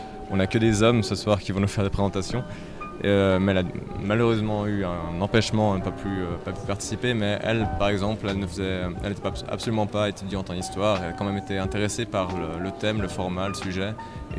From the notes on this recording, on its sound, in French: Fréquence Banane était dans le hall de l’université Dufour à Genève pour couvrir la première journée du Festival Histoire et Cité. Un live de six heures.